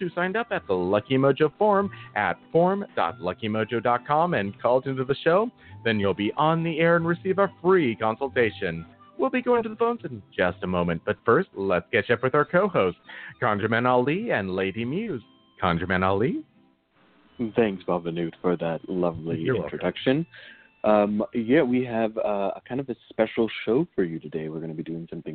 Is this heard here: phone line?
yes